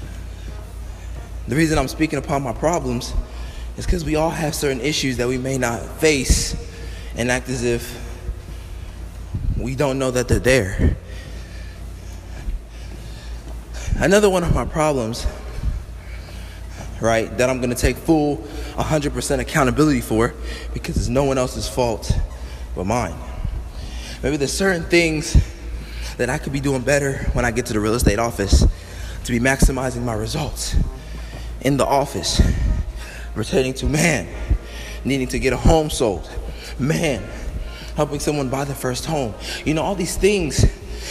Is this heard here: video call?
no